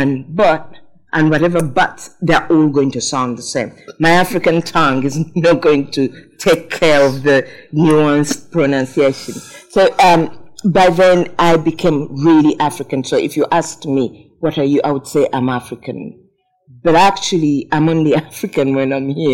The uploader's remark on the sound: This recording of the event. Apologies for the audio quality of this episode.